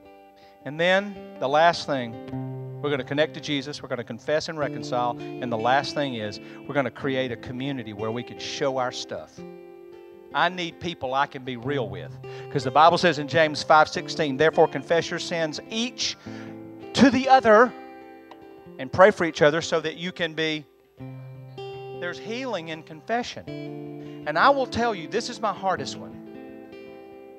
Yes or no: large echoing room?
yes